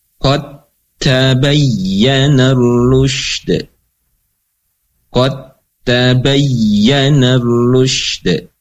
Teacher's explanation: Maka huruf dal masuk ke dalam huruf yang kedua yaitu huruf ta ya. Tidak dibaca qad lagi, tidak ada apa namanya makhraj atau sifat dari dal, tetapi langsung masuk ke dalam huruf ta.